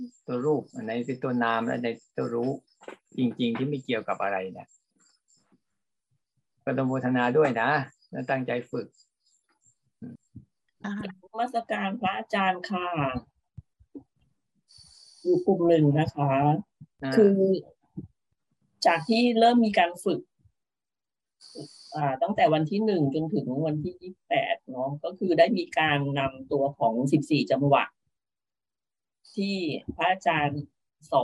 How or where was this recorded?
video call